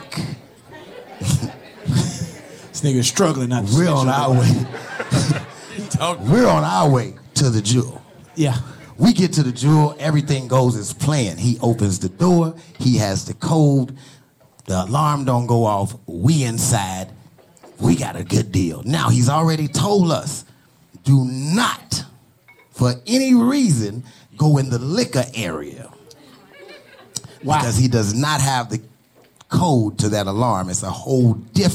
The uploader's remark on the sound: LIVE in Dallas